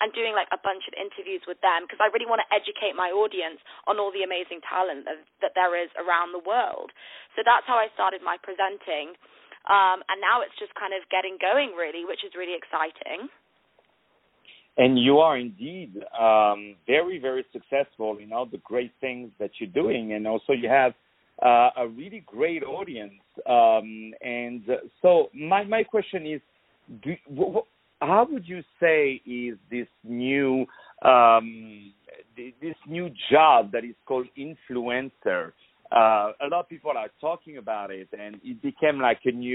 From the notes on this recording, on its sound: On the phone